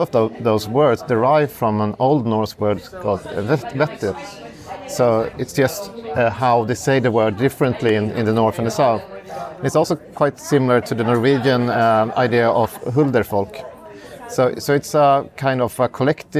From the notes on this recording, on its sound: Bonus mini episodes recorded live at the International Society for Contemporary Legend Research 40th anniversary conference in Sheffield.